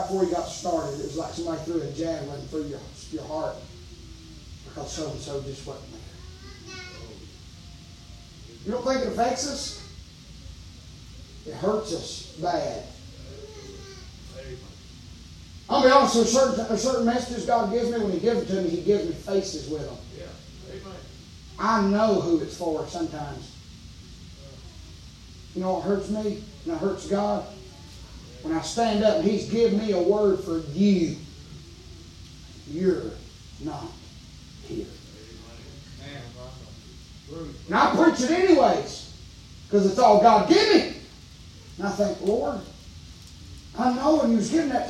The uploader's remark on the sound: Preaching live from Still Water Baptist Church.